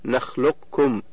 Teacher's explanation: ومعنى كمال الإدغام أي إدخال القاف في الكاف إدخالا كاملا، بحيث لا يظهر شيء من صفاتها كالاستعلاء أو القلقلة · Term: الإدغام الكامل